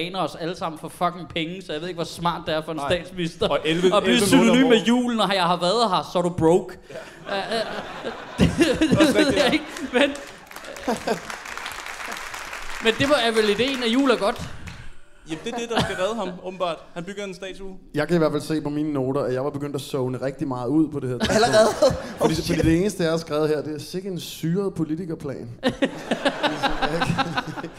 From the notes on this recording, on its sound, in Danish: Det blev optaget foran en ordentlig røvfuld glade mennesker på Bremen. Lyden er god.